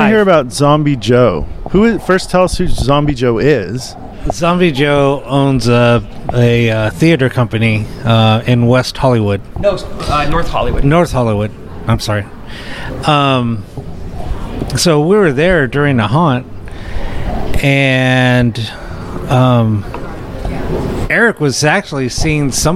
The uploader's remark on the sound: Special show live from Midsummer Scream Halloween Horror Convention in Long Beach California.